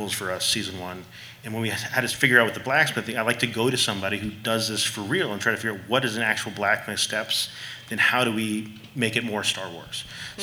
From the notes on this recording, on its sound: Recorded Live from LA Comic Con 2023. Recorded LIVE from the LA Convention Center at LA Comic Con 2023.